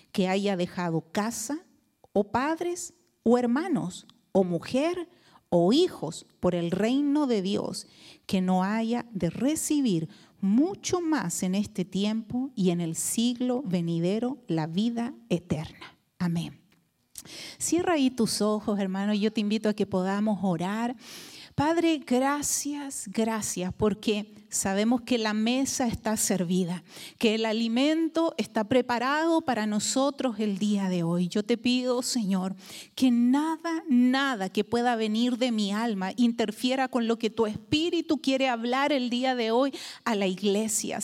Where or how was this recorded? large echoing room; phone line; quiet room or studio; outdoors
large echoing room